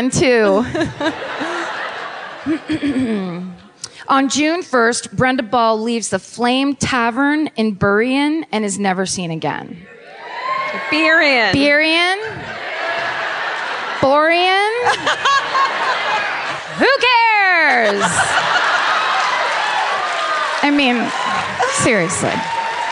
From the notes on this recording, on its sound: Live at The Neptune. Live in Seattle.